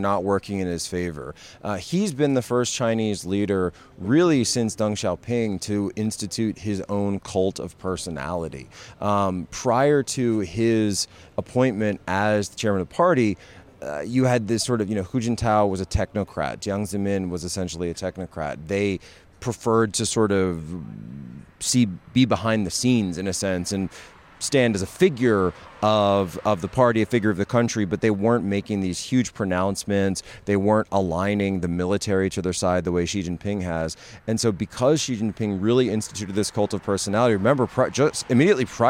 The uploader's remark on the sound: At the Better Discourse Conference in Milwaukee